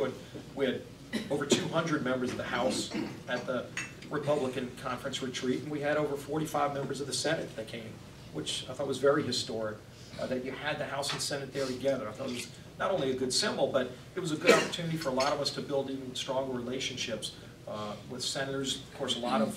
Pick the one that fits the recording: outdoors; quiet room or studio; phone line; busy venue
busy venue